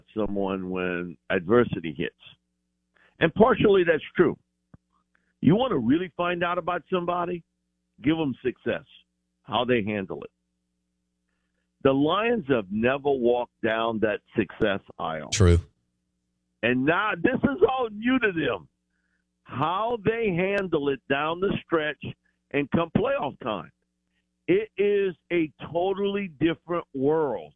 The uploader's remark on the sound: Joins the show on the Farm Bureau guest line talking about all things NFL live in the BankPlus Studio.